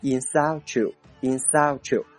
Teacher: 这里面 t 和 u 组成的组合要读成吃的感觉 · Term: 连读